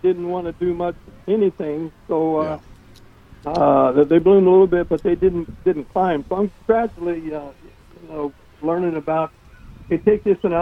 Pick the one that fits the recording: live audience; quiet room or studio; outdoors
outdoors